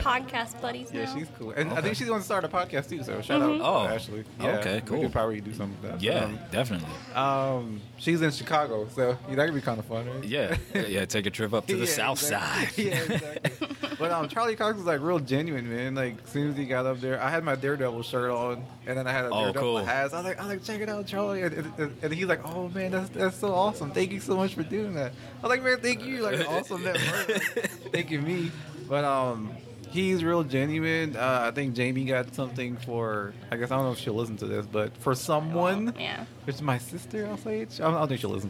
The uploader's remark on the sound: maybe it was more of a podmash at THE BEST comic and games store around - The Battlegrounds Games and Comics in Dalton, GA!